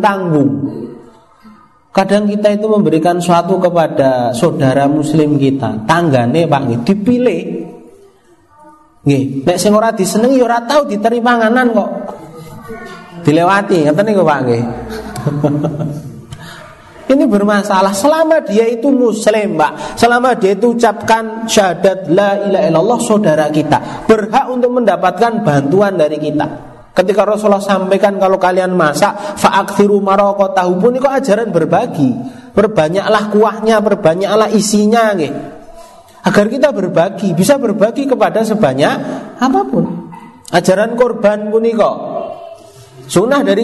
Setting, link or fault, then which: setting, live audience